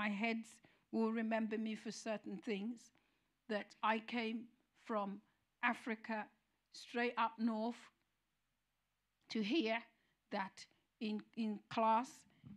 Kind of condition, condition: setting, large echoing room